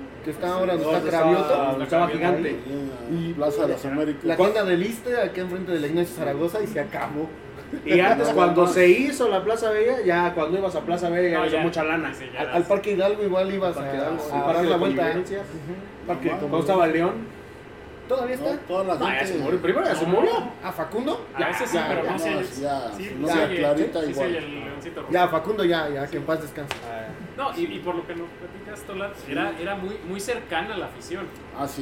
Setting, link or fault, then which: setting, busy venue